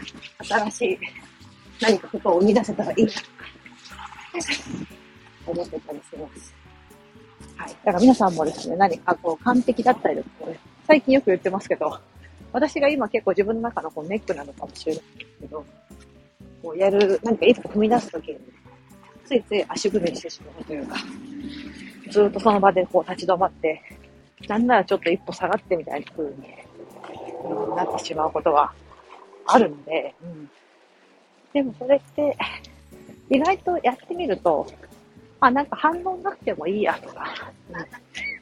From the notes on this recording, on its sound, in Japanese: 歩きながら雑談。